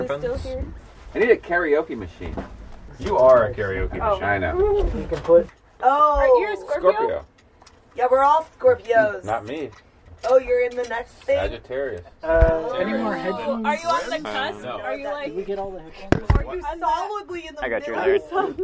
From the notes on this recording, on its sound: A few friends gathered at the studio after a recording. We’re sharing a minimally edited version of a live mic in the room with all of their permission.